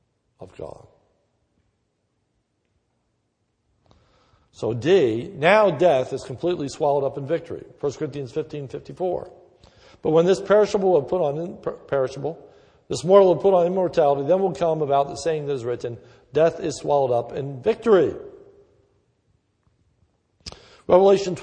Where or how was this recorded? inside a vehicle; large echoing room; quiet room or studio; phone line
large echoing room